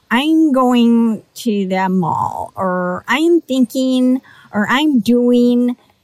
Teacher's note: I noticed that like the ing endings would be E-E-N · Term: Valley Girl